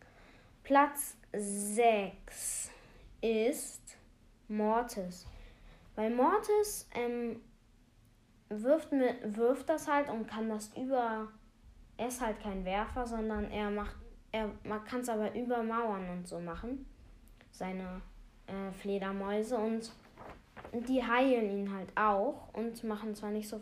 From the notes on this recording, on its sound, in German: Sorry wegen den Nebengeräuschen